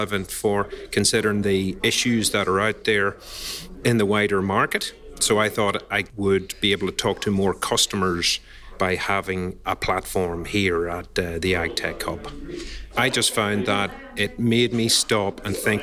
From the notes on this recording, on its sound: Comes live from Showcase Day at the Agtech and Logistics Hub in Toowoomba, Queensland. Comes live from Showcase Day at the Agtech and Logistics Hub in Toowoomba, Queensland.